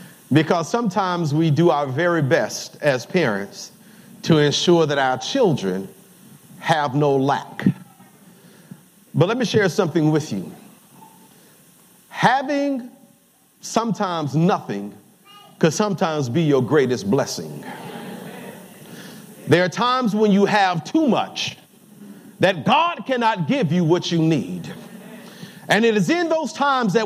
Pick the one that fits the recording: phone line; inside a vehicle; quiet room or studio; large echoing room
large echoing room